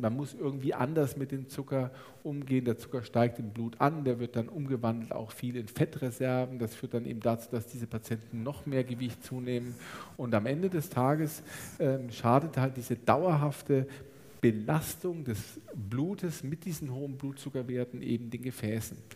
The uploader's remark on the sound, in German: Theresien-Krankenhaus Nürnberg. Live-Aufzeichnung. Dazu hatten auch die Zuhörer*innen zahlreiche Fragen.